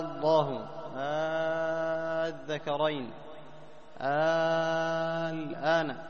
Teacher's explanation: الإبدال ألفا ثم مدها مدا مشبعا